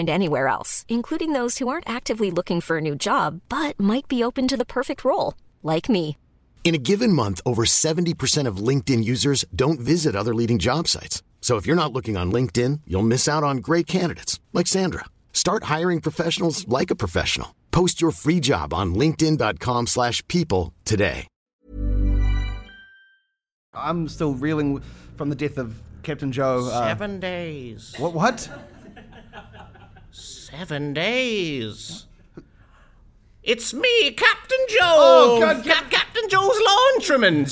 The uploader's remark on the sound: Our first live episode!